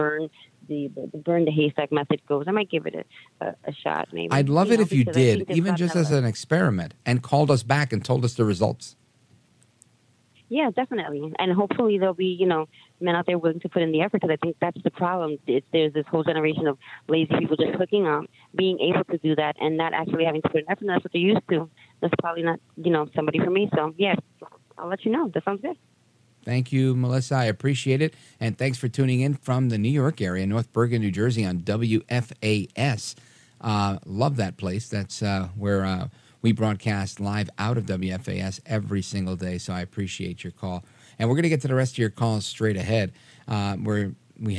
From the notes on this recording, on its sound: Finally we take your calls in open phones across America.